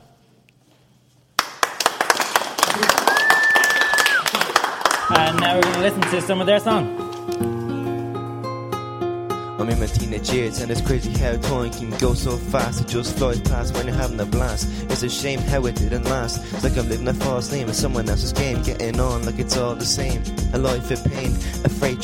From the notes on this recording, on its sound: The Songschool Show live from St Mary's Diocesan School Drogheda, Co Louth, Ireland.